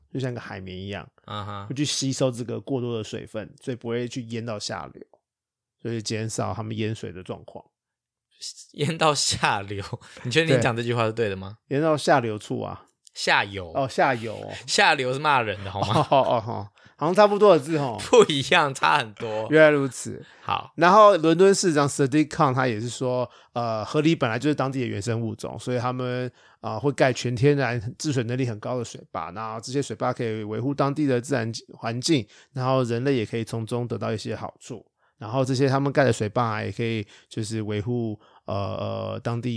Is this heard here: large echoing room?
no